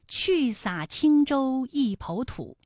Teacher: 你知道哪个字是后鼻音吗？答案呢，就是轻字